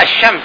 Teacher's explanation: كما هو الحال في كلمة الشمس نحن لا ننطق اللام · Term: لام شمسية